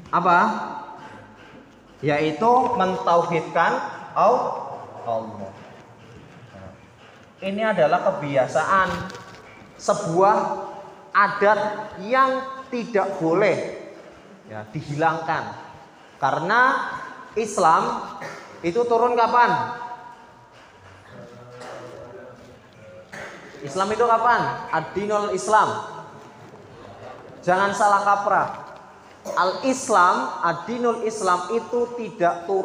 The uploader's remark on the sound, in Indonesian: Ini adalah rekaman kajian mingguan setiap hari Senin pagi di Masjid Baitul Azmi Pondok Pesantren Muhammadiyah Ahmad Dahlan Kab. Tegal.